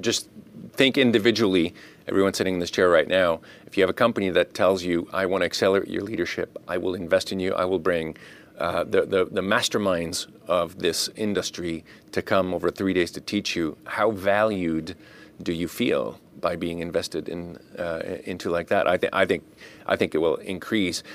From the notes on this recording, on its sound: At the most recent edition of the Pharma Manufacturing World Summit held May 15-16, 2023, in Boston. At the most recent edition of the Pharma Manufacturing World Summit held May 15-16, 2023, in Boston.